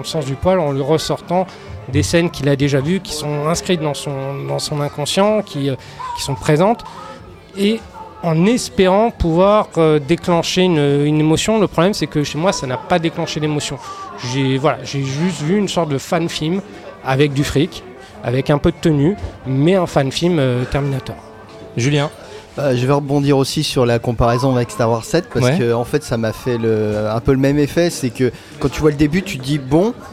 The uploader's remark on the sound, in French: Enregistré au Hurling pub (8 Rue Descartes, 75005 Paris), le vendredi 25 octobre 2019.